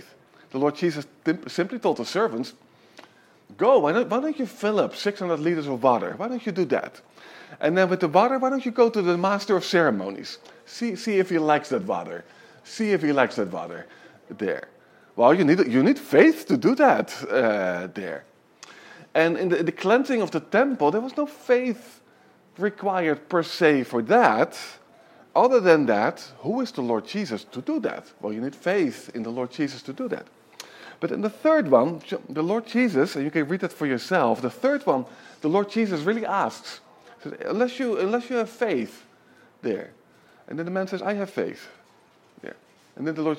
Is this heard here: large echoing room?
yes